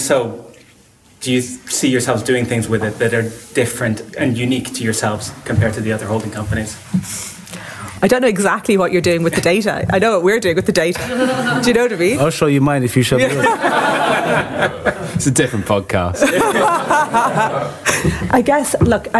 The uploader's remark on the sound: Attention Special: LIVE at The Last Thursday Club. Recorded at IAB UK HQ in front of an audience of members at our second Last Thursday Club.